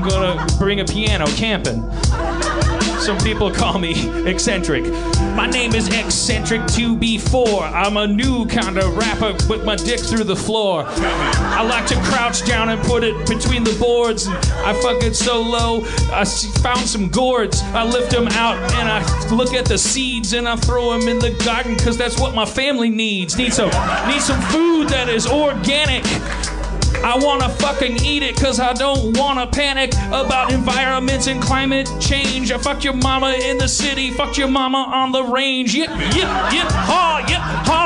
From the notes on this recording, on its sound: an over zealous fan brings hot sauce to the stage